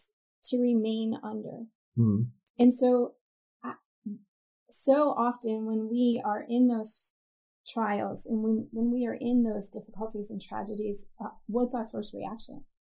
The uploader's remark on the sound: Due to some equipment issues, this week's audio quality suffered a bit.